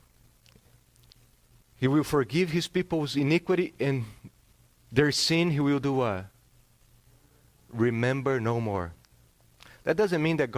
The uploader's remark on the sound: This sermon was preached on September 4th, 2022 at Salem Reformed Baptist.